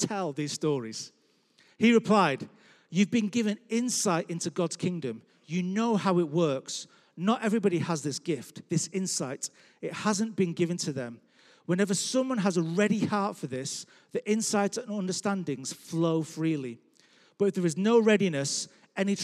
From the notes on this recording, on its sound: Record live at Life Church Lancashire Sunday 20th June 2021.